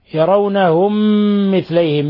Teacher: ميم ساكنة جاء بعدها ميم متحركة أدغمت فيها بما يسمى بإدغام مثلين صغير